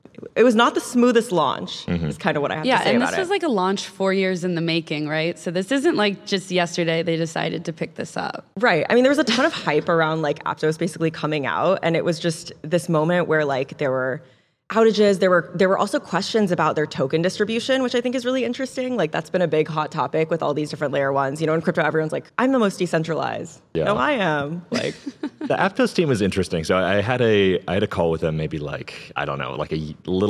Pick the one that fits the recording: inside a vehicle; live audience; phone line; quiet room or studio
live audience